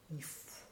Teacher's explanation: He wanted clear L's before other consonants and extremely clear rolled R's